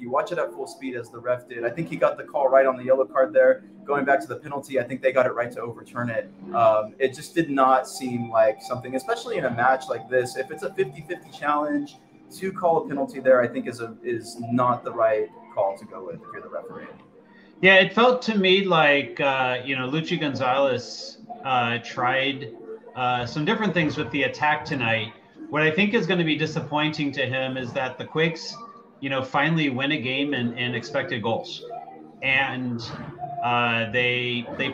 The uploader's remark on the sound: LIVE from Stanford Stadium!